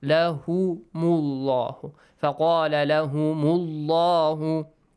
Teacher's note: The letter lam in the word Allah is pronounced heavily here.